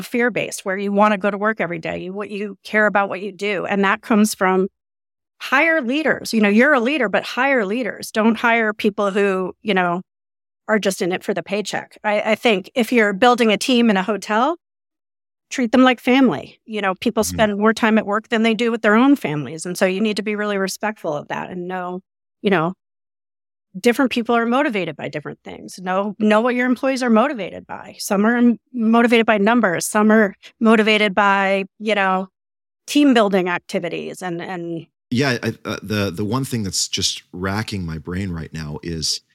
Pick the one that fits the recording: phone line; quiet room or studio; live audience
quiet room or studio